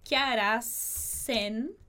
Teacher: esse S de harás vai juntar com o E do en